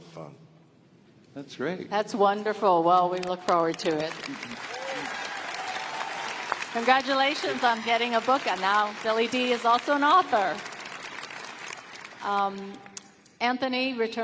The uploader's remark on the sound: We bring the panel from Star Wars Celebration 2023